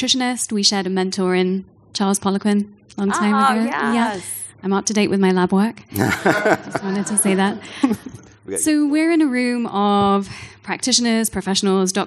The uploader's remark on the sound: This special live episode from the first annual Forever Strong Summit features influential speakers from various fields.